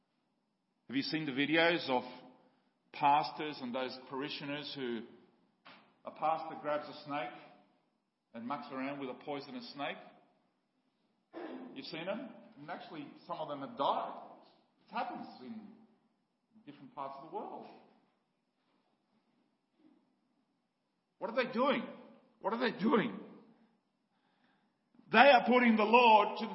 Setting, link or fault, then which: setting, large echoing room